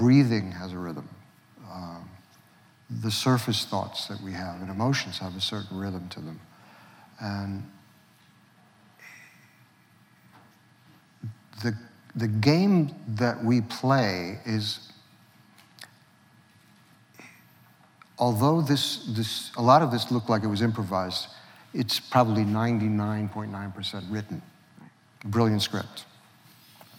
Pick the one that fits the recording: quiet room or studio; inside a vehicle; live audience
live audience